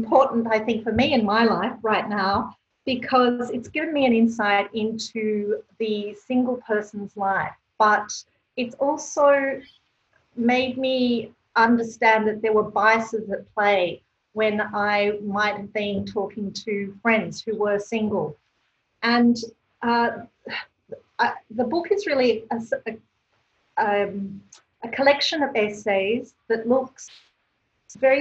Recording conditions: video call